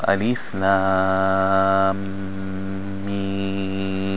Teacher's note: when you have the meme by itself, it's pronounced with six harakat, six sounds or six beats. And also, you notice the lam is joined with the meme.